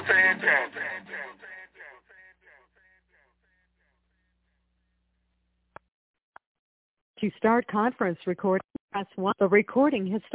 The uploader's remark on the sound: TNTSuperfantastic Conference Call